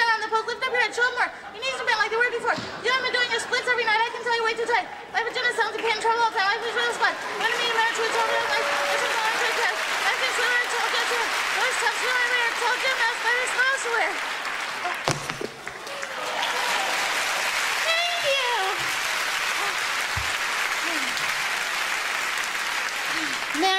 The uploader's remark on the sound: the 1998 Just for Laughs Festival in Montreal